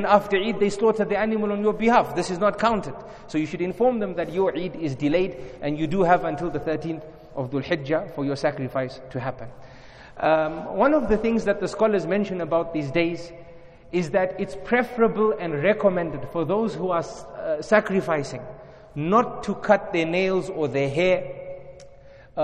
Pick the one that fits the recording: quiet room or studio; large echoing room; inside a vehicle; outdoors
large echoing room